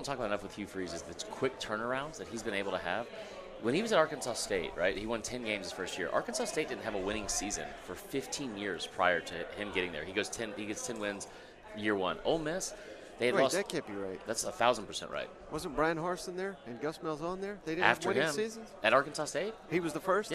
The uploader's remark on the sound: Live from 2023 SEC Media Days!